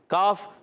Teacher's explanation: کاف کا مخرج زبان کی جڑ اور تالو کا سخت حصہ